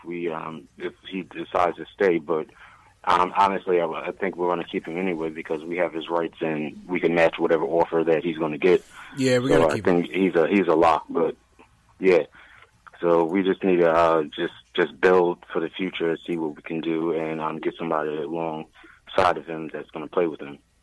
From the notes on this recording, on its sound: Knicks vs. Warriors Post Game Live Reaction and Fan Phone. Take live phone calls from fans around the world.